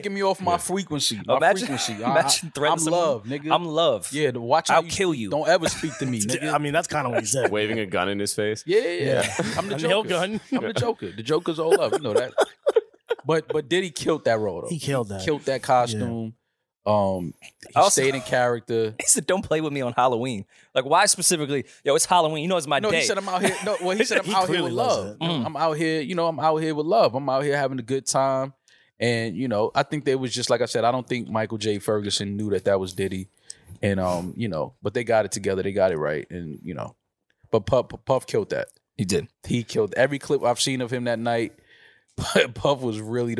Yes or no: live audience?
no